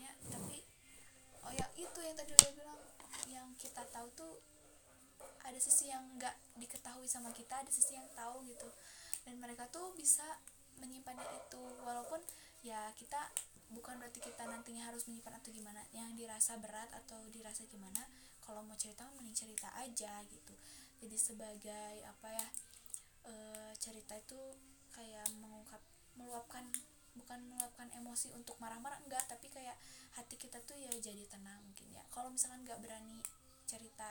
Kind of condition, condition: fault, background noise